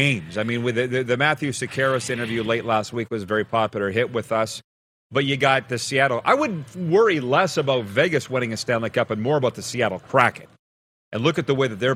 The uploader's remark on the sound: LIVE from the Boca Raton Bowl in Florida!